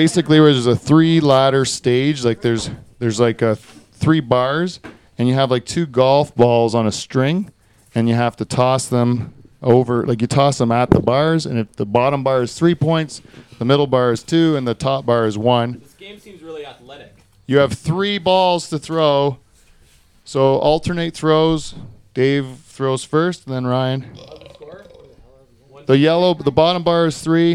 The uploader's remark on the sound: The Dutch Hall comes to you live this week from Turkey Point.